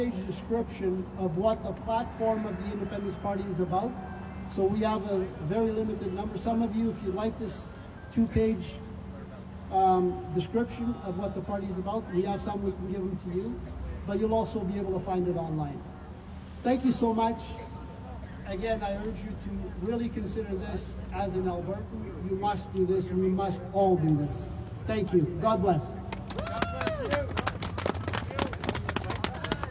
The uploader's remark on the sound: LIVE at the Calgary Rally